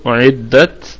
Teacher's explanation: طيب أعد بقى الكلمة كلها مرققة، والهمزة أصلية تثبت في البدء والوصل، تمام، والدال مشددة، أعدت هكذا. طيب طبعا التاء ساكنة فهنظهر فيها صفة الهمس، طبعا فيها وجه واحد فقط بالسكون أعدت، ونأتي بصفة الهمس فيها في التاء للكافرين.